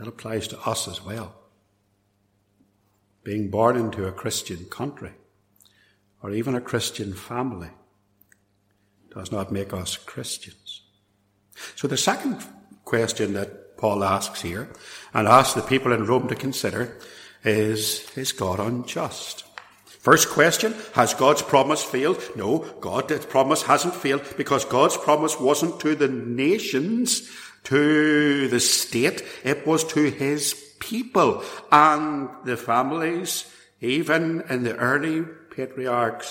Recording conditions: large echoing room